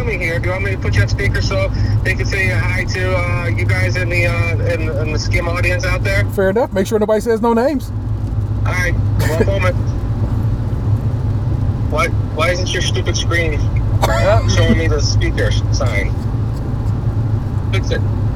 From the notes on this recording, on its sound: We recorded some at the lovely Hilton Garden Inn Detroit Troy and the rest we recorded on the Ohio Turnpike travelling home.